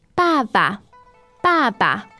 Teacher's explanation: Okay, so you have two ba there. The first one is fourth tone, but then the second one becomes a neutral tone.